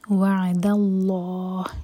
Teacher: عین ساکن پر تھوڑا ٹائم دیں تاکہ جھٹکا نہ ہو، اور لام جلالہ ہیوی.